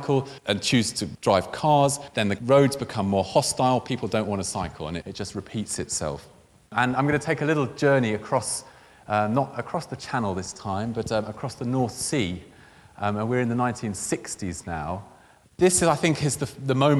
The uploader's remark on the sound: In a talk recorded at Friday Late "Eat, Ride, Sleep, Repeat" held earlier this year at the Victoria and Albert Museum in London.